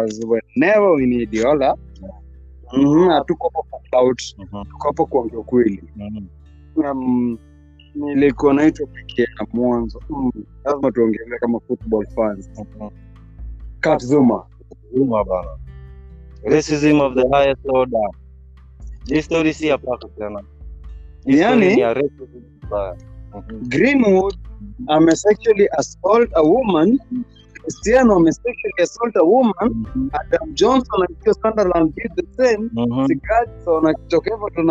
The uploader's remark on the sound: Sorry About The sound. We outside.